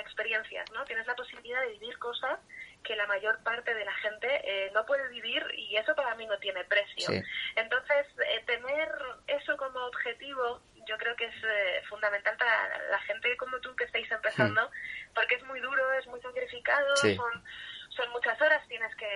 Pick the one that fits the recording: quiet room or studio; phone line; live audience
phone line